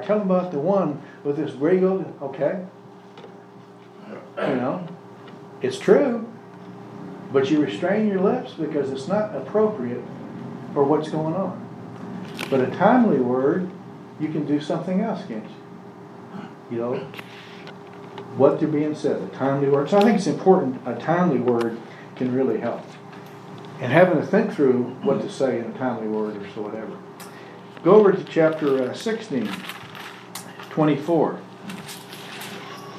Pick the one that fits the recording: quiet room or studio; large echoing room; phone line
large echoing room